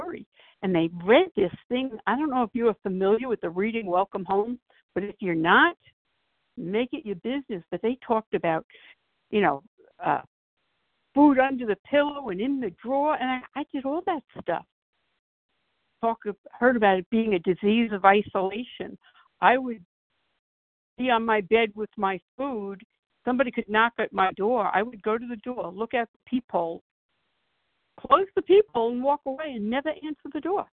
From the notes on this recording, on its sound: from the 100 Pounders Phone Meeting